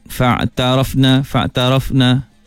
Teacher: Sempurnakan rakhawah, yani pemanjangan suara pada fa.